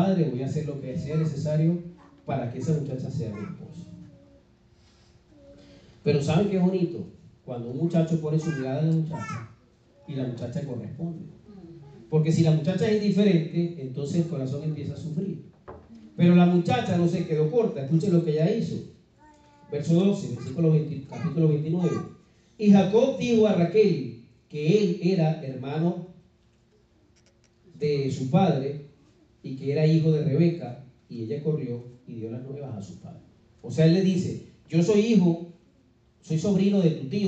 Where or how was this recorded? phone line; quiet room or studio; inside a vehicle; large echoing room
large echoing room